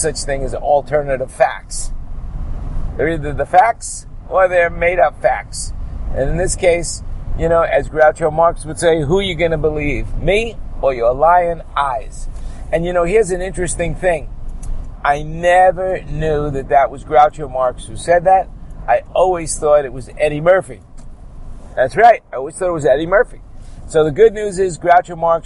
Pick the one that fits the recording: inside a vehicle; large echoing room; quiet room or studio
inside a vehicle